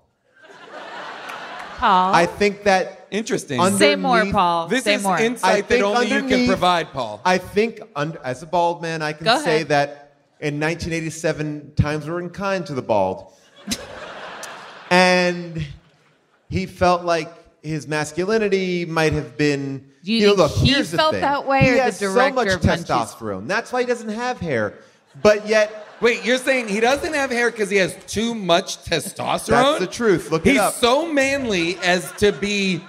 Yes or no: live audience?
yes